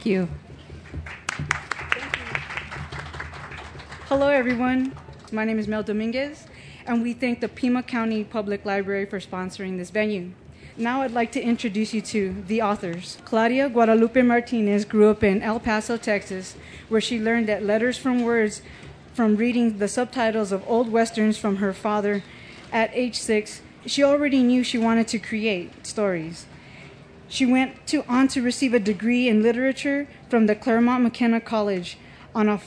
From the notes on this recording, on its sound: a panel from the Pima County Public Library Nuestras Raices Pavillion